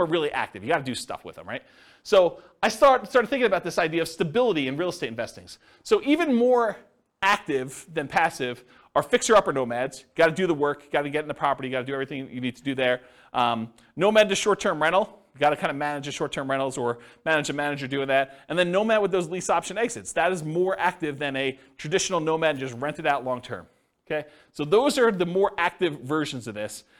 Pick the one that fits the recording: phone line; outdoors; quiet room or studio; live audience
live audience